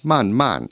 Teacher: Man, that's pronounced with a fourth falling tone.